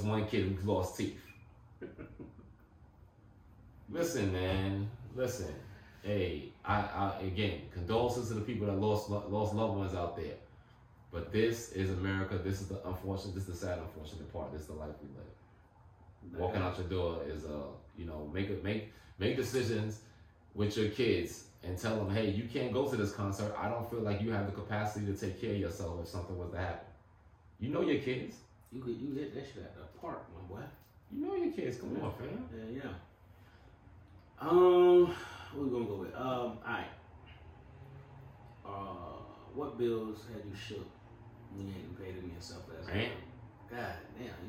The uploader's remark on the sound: Sorry for the audio difficulty this week.